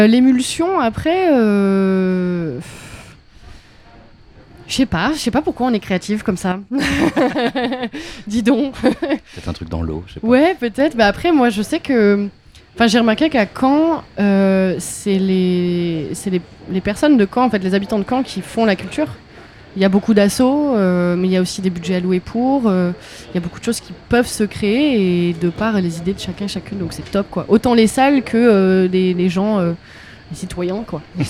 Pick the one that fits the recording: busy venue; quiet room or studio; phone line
busy venue